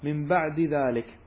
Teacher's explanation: من بعد ذلك نفس الشيء، تسكن أولا ثم تضغم، تسكن حركة الدال التي هي الكسرة ثم تضغمها في الذال · Term: متقاربين كبيرا